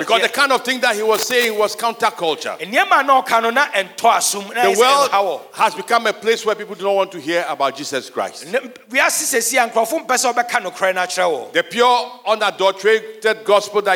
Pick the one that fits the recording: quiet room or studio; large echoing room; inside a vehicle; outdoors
large echoing room